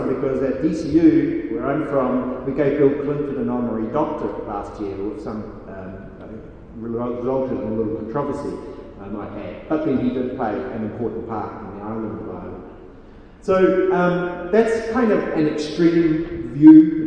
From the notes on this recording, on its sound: speaks at SRHE Digital University Network Event